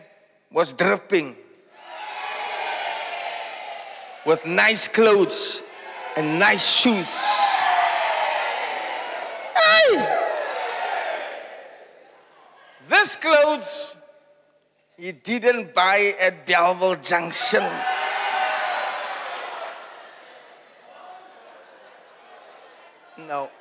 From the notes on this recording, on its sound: Preached at Zion Sanctuary, Cape Town on the 02 July 2023